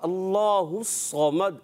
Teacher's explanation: صاد کو پر کیا آپ نے، مگر اور پر کرنا ہے